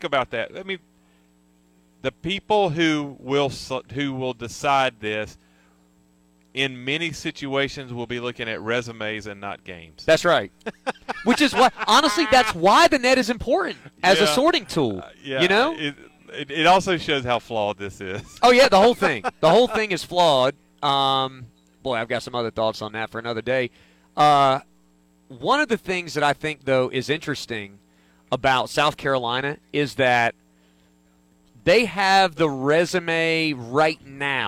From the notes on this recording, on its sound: LIVE from Landscaoer's Supply